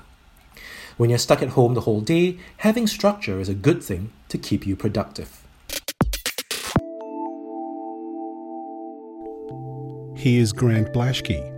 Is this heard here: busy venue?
no